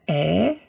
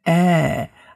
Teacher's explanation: es ist auch kein Ä, auch wieder mit Spannung im Mund, sondern es ist ein Ä, also etwas entspannter · Shown in: second take